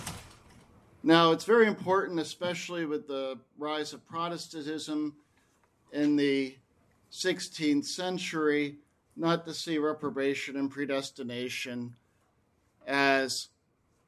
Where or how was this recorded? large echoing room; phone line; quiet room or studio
large echoing room